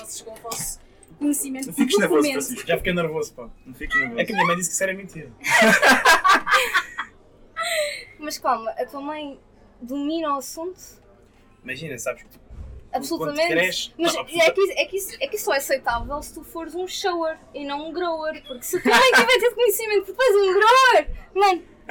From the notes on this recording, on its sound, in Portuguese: Pedimos desculpas pela qualidade do Áudio